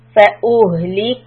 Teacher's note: Ha has a sukoon. This is a very weak sound when we do the ha with the sukoon.